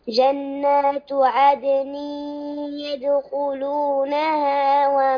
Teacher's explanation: عندنا أول شيء الدال مقلقلة وعندنا التنوين وبعده الياء والياء من حروف الإدغام بغنة فنريد أن تطبق هذين الحكمين.